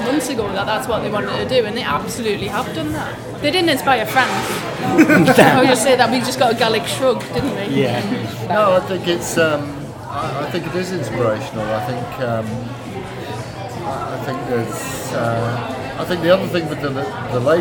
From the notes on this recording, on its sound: Recorded at Wembley Stadium ahead of the Women's FA Cup Final on Saturday 1st August. Our panel of fans.